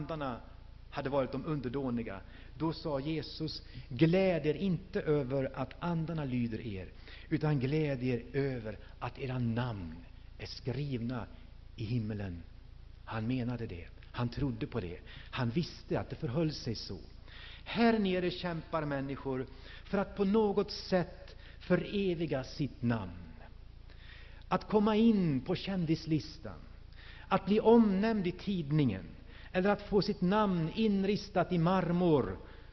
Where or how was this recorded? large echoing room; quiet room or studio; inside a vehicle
large echoing room